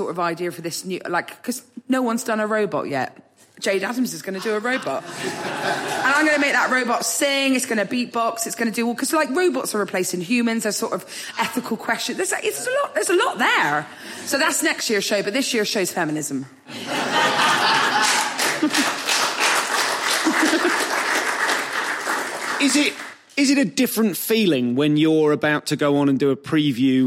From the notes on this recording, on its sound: Live at Southend Comedy Festival.